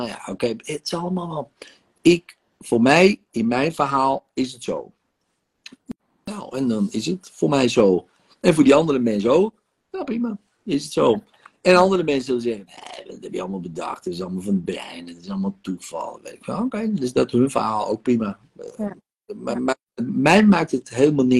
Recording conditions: video call